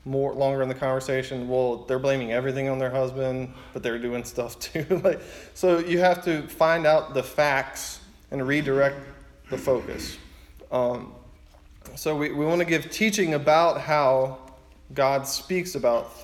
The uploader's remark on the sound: Preaching at his church.